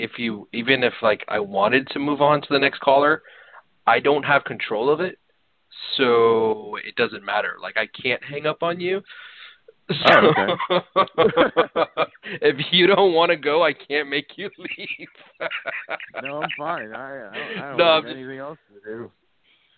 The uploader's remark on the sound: go live and take calls most of the show